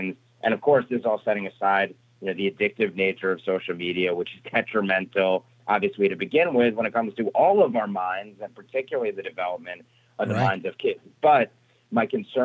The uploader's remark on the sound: your calls in open phones across America